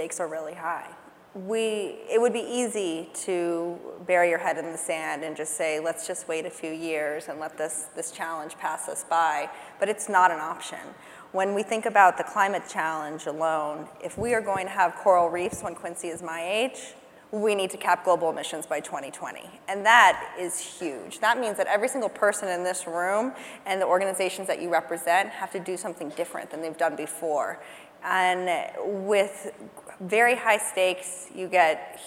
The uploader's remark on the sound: Live from GreenBiz 17. Audio clips from the premier annual event for sustainability leaders.